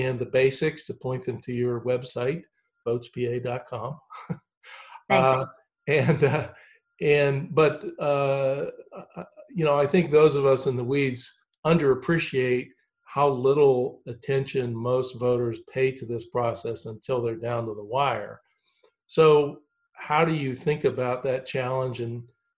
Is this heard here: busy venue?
no